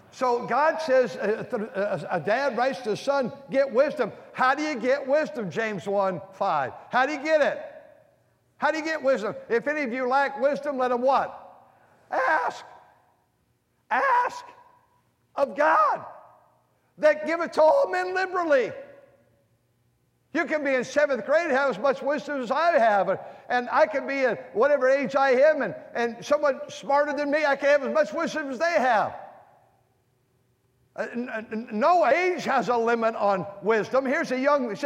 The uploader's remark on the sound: during the Wednesday Evening service on March 29, 2023, at North Valley Baptist Church in Santa Clara, California